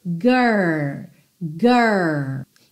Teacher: E lembrando que esse R, a gente vai pensar no R da porta com a perna esquerda, sabe? Aquele R com a língua enrolada